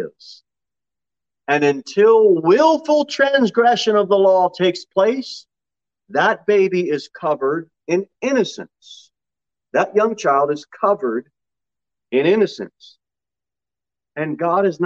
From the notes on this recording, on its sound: Sermon delivered at Pilgrim Baptist Church on Sunday, January 23, 2022, at 6:15 pm. Jere Whitson Rd.